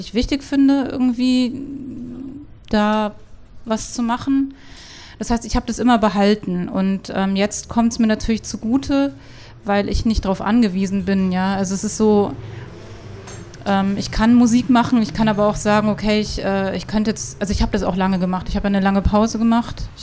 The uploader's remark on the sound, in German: Wir sprechen auf dem Pop-Kultur-Festival